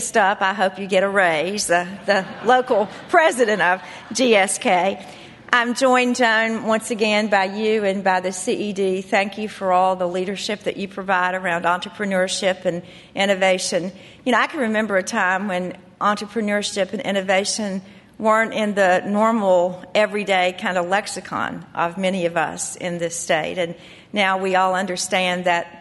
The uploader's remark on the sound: Conference Audio